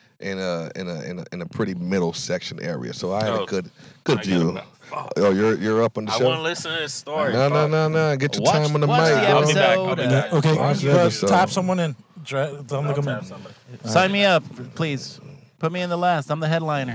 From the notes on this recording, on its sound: We are in the car. Recorded at Thank You Miami.